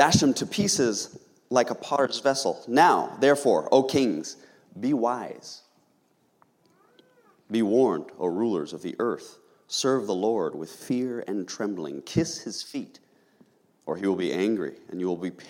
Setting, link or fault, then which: setting, large echoing room